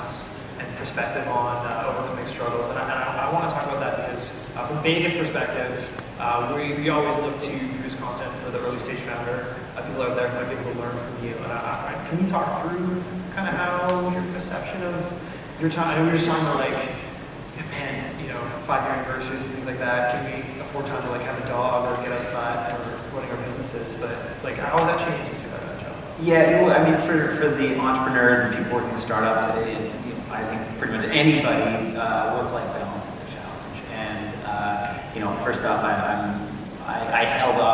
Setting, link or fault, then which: setting, live audience